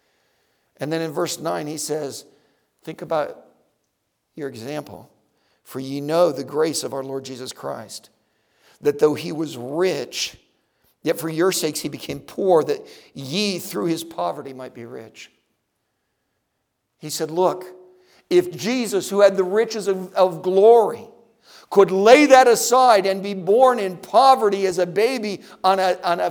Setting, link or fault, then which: setting, large echoing room